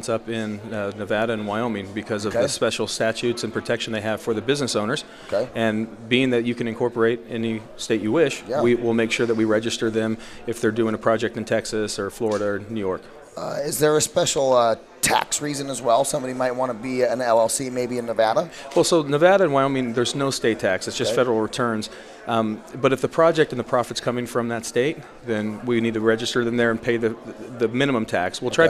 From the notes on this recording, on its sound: VoiceAmerica Live Broadcast From Scottsdale Arizona! A one day event for real estate professionals with Live Interviews on Site with Exceptional Speakers, Attendees, Sponsors, and Hard Money Lending Experts .